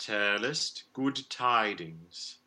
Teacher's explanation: a nice released D on good